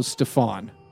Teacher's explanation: I believe the emphasis is on the second syllable